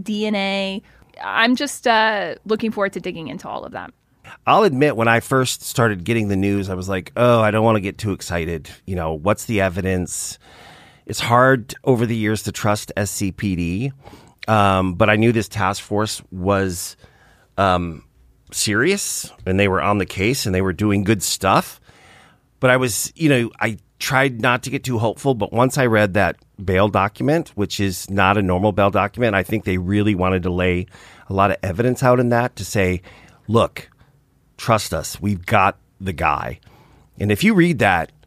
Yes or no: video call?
no